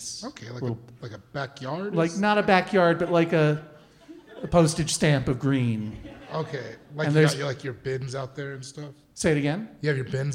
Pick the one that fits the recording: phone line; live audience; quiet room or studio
live audience